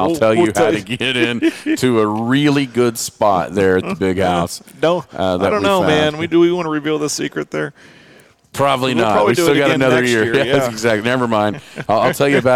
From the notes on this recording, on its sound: Live from Sayre National.